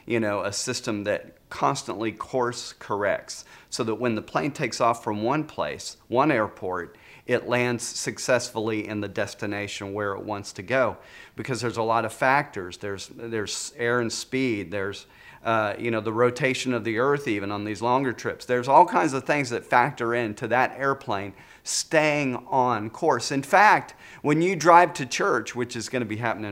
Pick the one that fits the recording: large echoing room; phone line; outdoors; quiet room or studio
large echoing room